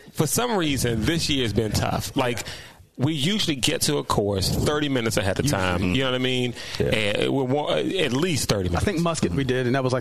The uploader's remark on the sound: Recorded from Glendale Golf Club and shared their thoughts on the course.